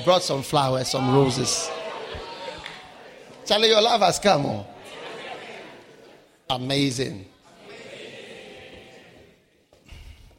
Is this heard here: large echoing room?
yes